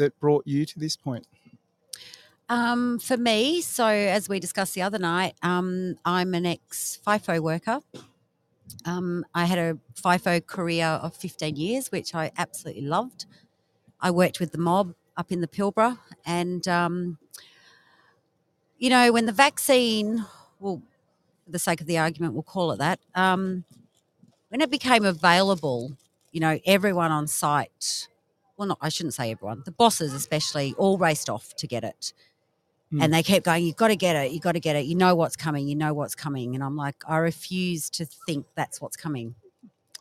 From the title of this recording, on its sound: Live from Railway Memorial Park Bunbury